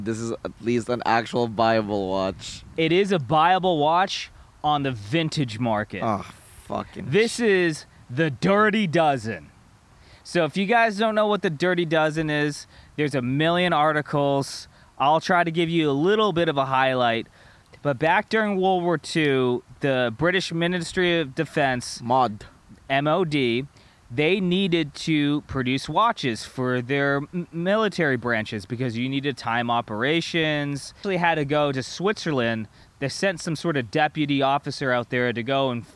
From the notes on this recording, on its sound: Decide to go camping. While getting caught in a hailstorm the evening. Surviving a hailstorm in a tent. In the middle of a the storm.